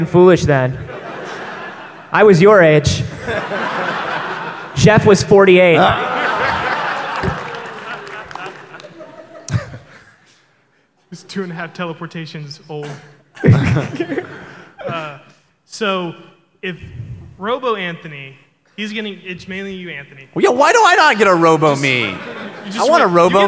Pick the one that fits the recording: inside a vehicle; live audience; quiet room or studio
live audience